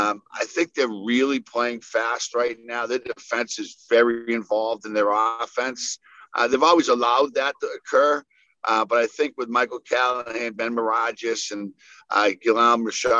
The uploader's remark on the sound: weekly media teleconference